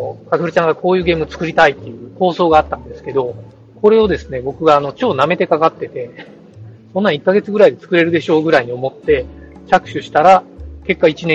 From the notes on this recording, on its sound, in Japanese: 海外ゲームショー遠征スロバキア編「#01 いざ羽田から出発」。今回はスマホ収録の為、音声が非常に聞き取りづらくなっています。